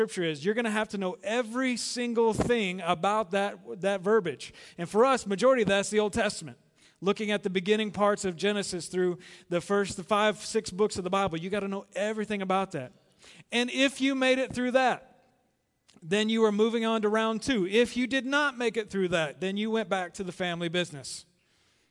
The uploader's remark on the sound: Recorded live at The Fellowship at Two Rivers on May 12, 2019.